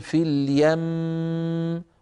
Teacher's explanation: وهكذا نطول الميم، نطول زمن الميم، نطول غنة الميم